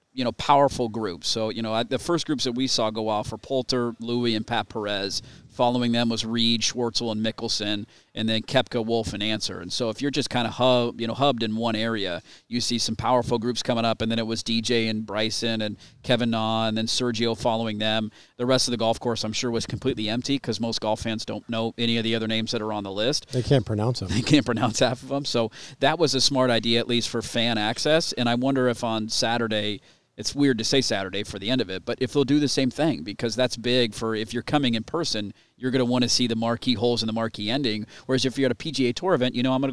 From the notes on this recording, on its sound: Live out at Pumpkin Ridge for the opening round of the LIV tournament. A historic day for golf in Portland.